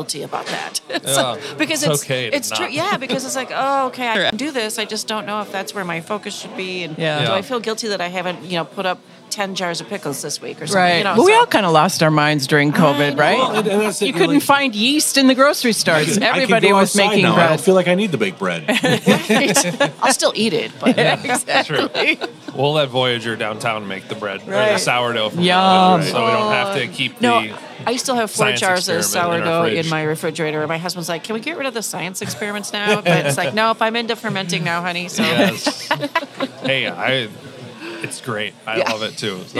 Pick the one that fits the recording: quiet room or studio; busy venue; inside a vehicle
busy venue